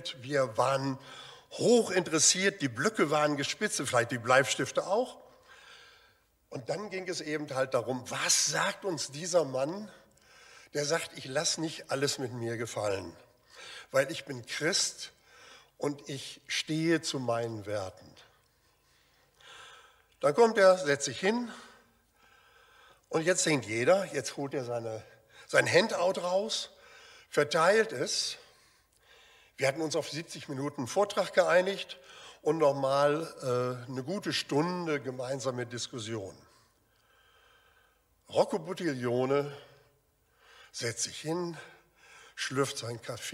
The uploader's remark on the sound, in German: Aufzeichnung der Predigt des Gottesdienstes